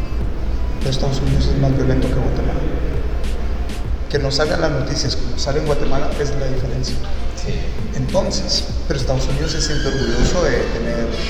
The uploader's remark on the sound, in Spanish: Teco Coffee House en el Festival Centroamerica de Café.